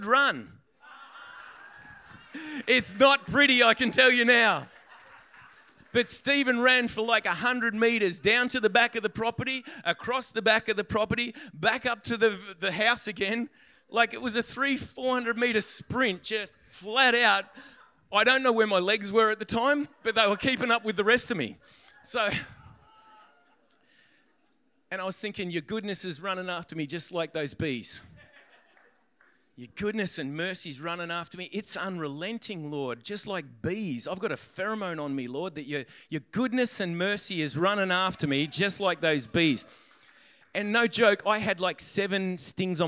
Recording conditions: large echoing room